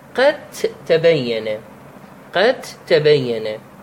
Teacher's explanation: تدغم الدال فتلفظ التاء بدل عنه، تدغم الدال بالتاء فتلفظها قد تبين. · Term: إدغام المتجانسين